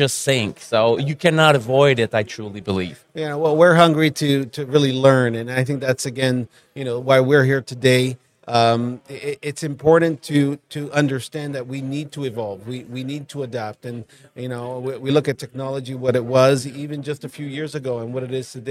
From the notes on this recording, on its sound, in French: En direct du Hardtech à Toronto